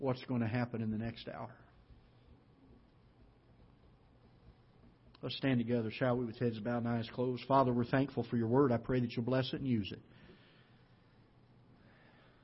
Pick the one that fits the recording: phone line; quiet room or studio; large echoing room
large echoing room